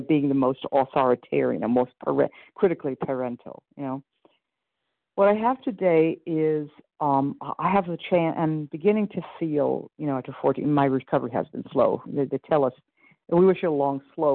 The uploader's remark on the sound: 100 Pounders Phone Meeting.